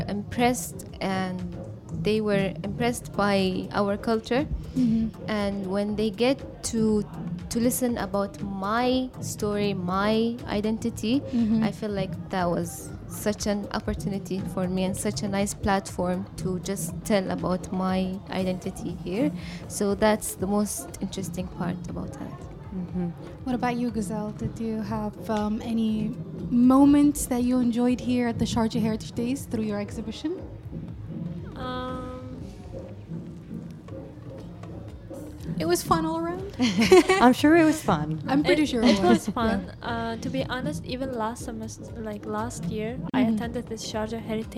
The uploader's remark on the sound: Live from SHD 2023. UOS College of Fine Arts and Design.